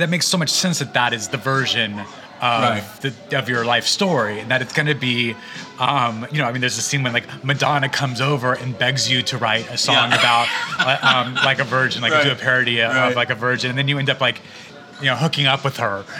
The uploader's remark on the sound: This episode was recorded at Cafe Gratitude in Larchmont Village, CA.